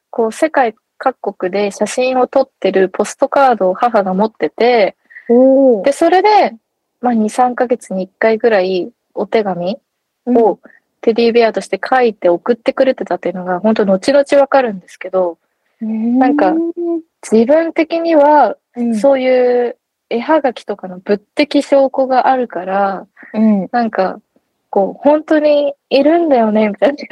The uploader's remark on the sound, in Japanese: 今回は久々のリモート収録